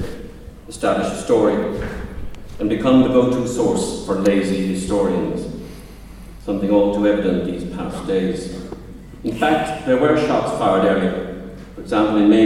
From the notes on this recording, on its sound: In Tipperary, for a series of lectures at the Soloheadbeg Symposium.